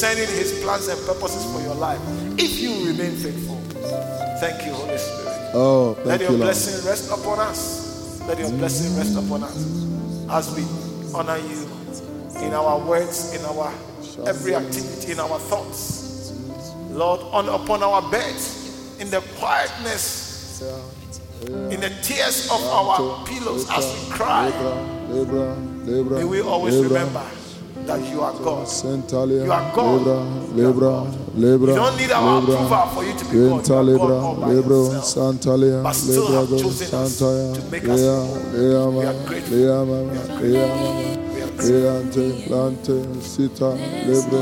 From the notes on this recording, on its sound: preached at the Living Waters Cathedral